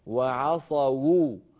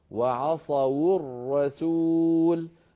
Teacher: الواو هنا مضمومة والواو تحتاج إلى ضم شفتين والضمة تحتاج إلى ضم شفتين فكيف إذا كانت الواو مضمومة فيكون ضم الشفتين آكد فيكون نطقها